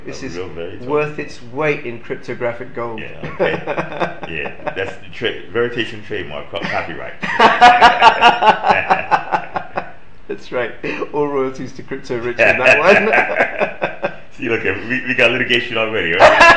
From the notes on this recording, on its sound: In the Veritaseum office. Apologies for the poor sound. This was due to technical difficulties.